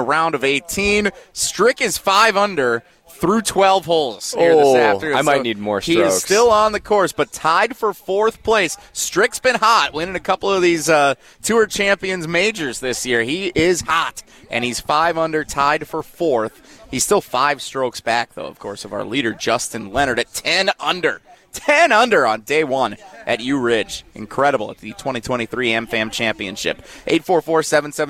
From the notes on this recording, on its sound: They break that down live from the University Ridge Golf course as we cover the Am Fam Championship!